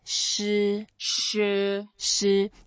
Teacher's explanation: 师 is a first tone, so we can make it flat, you can make it a bit longer. And when we pronounce it, we can try to make our mouth a bit round.